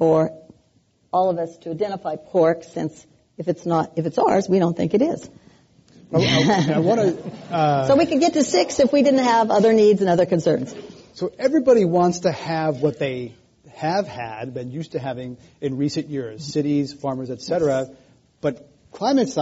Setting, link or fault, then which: setting, live audience